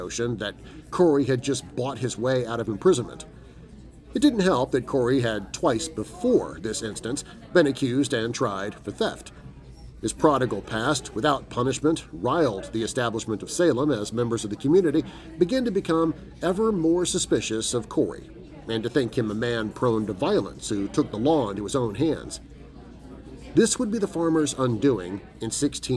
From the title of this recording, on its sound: Recording live at Visually Odd Con 2022!